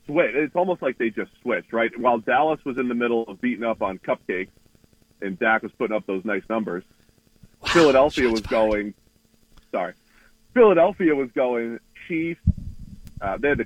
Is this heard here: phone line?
yes